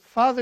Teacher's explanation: father begins with a labial sound. It's a fricative